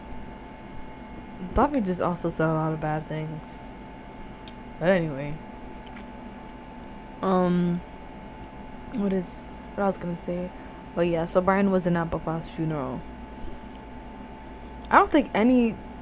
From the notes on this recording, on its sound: I decided to release the first EVER episode I recorded alongside someone. Did not want to release this episode because of how trash the audio was.